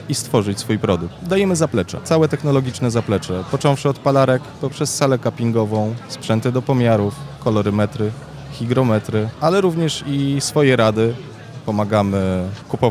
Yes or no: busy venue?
yes